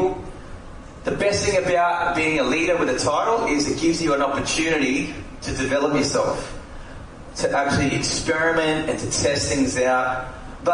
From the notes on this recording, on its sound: recorded live at the session